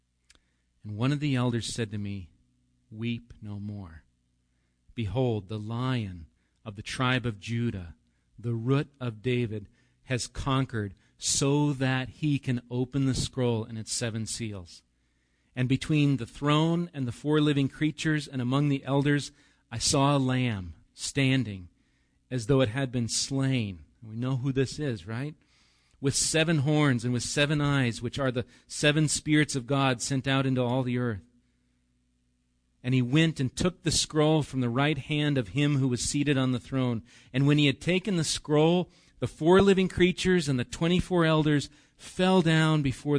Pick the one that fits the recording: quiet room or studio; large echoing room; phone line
large echoing room